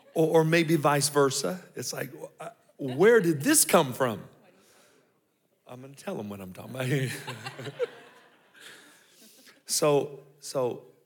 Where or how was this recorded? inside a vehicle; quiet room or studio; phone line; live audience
live audience